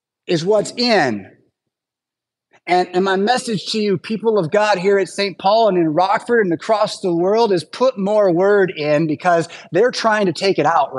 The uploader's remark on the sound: Preached at St Paul Lutheran Church , Rockford, Illinois on Sunday August 27th, 2023.